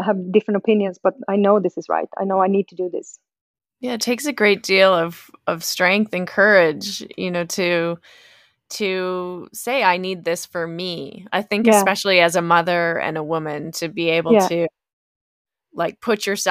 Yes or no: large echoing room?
no